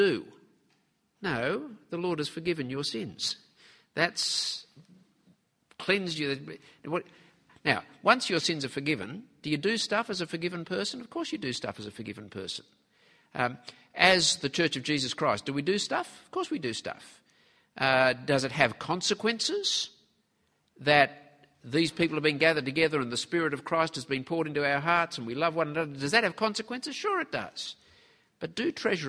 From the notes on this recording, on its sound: at the annual conference for the Fellowship of Independent Evangelical Churches